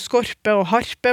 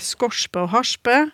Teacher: Og ord som skorpe og harpe blir skorspe og harspe. · Shown in: second take